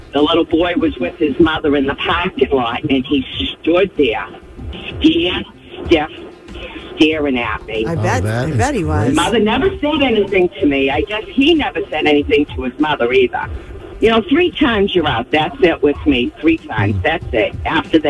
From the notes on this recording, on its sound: Listeners Call.